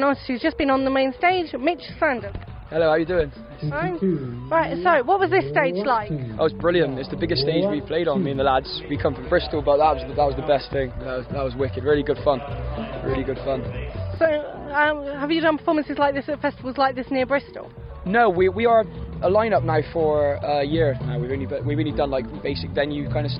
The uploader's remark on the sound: Meraki Festival Podcast 2019. With interviews from the festival.